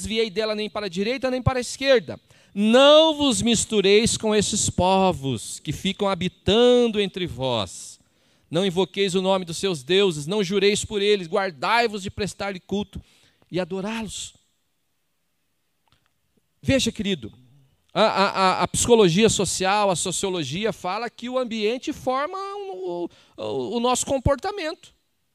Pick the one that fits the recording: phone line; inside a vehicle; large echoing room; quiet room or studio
large echoing room